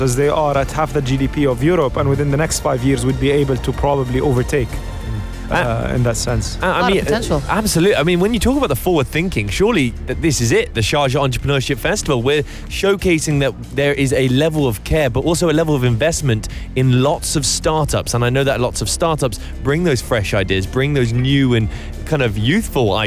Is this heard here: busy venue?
yes